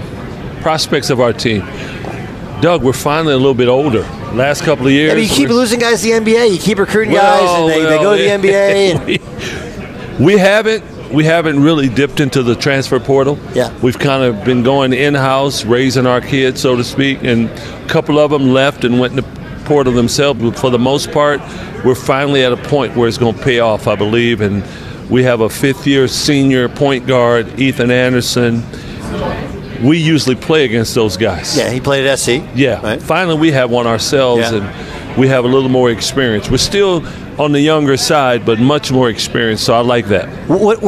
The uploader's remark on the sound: from the Western Coast Conference media day